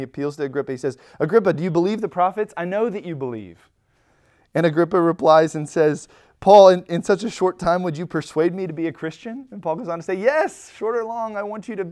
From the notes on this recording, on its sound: Recorded at Emmaus Church in Buford, GA on Wednesday, April 12, 2023.